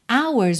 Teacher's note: Hours, uma das pouquíssimas palavras em inglês que tem o H mudo